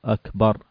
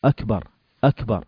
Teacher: زمن الكاف زمن أكثر من الباء